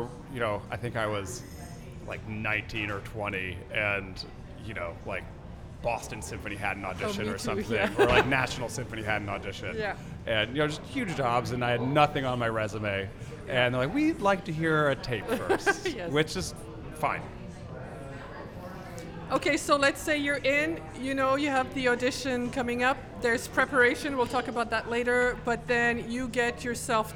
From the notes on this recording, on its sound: Recorded at Fools & Horses on Boadway, Winnipeg